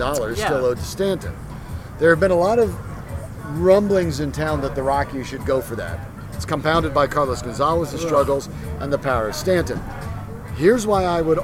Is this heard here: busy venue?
yes